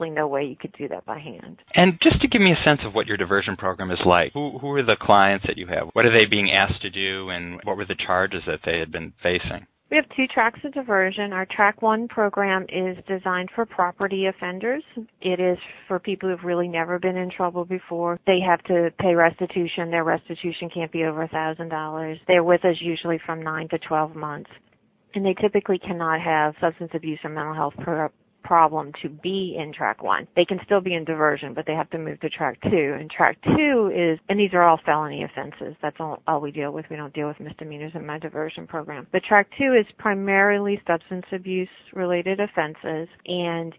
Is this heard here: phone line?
yes